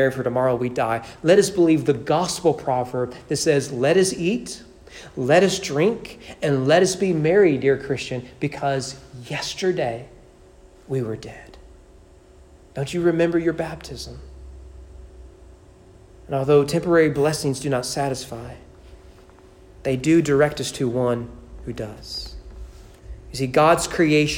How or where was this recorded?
large echoing room